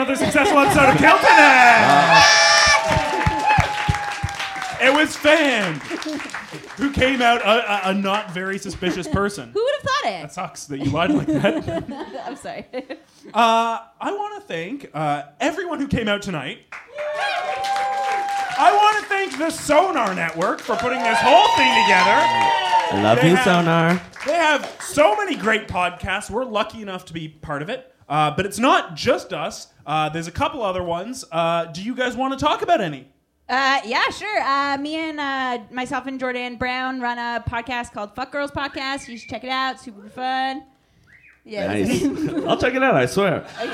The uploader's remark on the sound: Live At Bad Dog